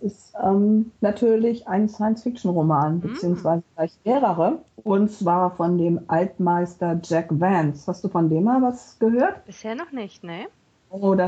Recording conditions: video call